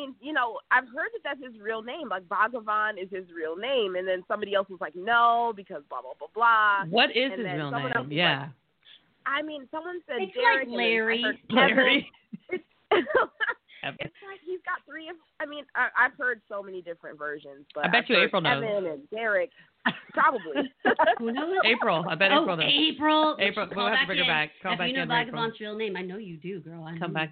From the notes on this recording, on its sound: A LIVE call-in radio show